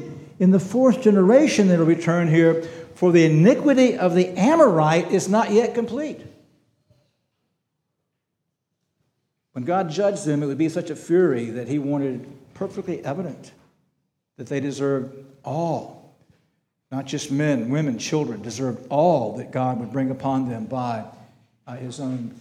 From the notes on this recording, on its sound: This sermon was preached on June 25, 2023 at Antioch Presbyterian Church. At Antioch Presbyterian Church, a mission work of Calvary Presbytery of the Presbyterian Church in America located in Woodruff, South Carolina.